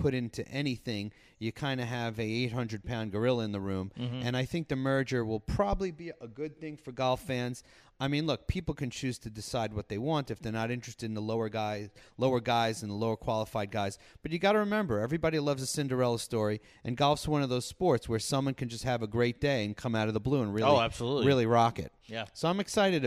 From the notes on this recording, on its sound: live on location from the Sagamore Hotel at Lake George in Bolton Landing, NY